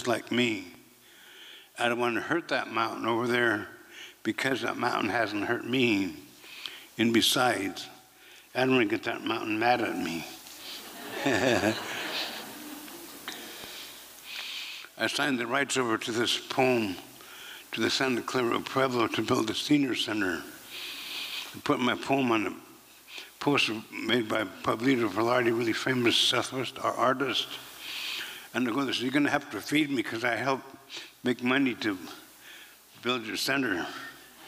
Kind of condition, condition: setting, live audience